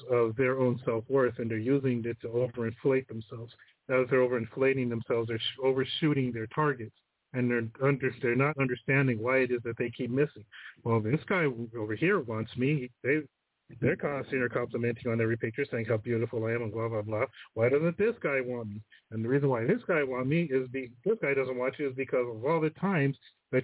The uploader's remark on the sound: The phone lines are open all show today. Call in with comments and stories.